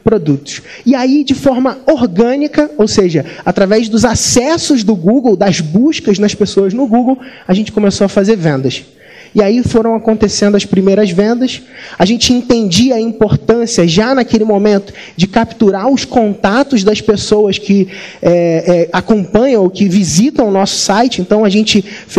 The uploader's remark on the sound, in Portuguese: Nesse Podcast você vai ouvir uma palestra que fiz no nosso evento ao vivo, o Mentalidade Empreendedora Summit.